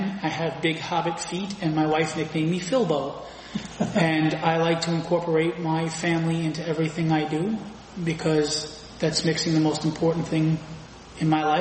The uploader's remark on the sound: At our 69th Live show (courtesy of the East Meadow Public Library)